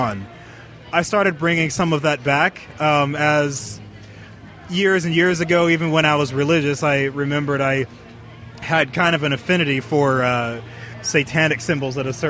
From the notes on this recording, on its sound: I recorded this podcast on location at Ladyfest Dayton 2015. At the Old Yellow Cab building on 700 E 4th St, Dayton, Ohio 45402.